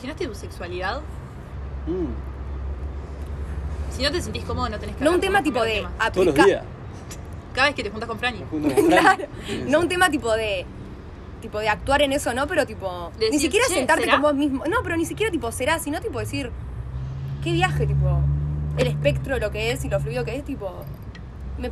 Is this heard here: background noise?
yes